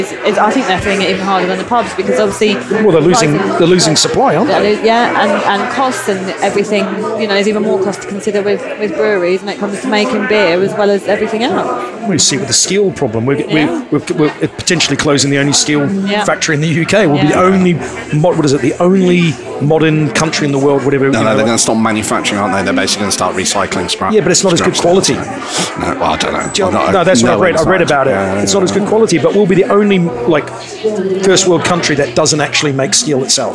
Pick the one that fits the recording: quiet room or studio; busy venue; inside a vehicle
busy venue